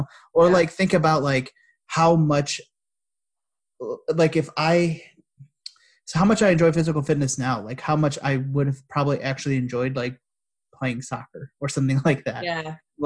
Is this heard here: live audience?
no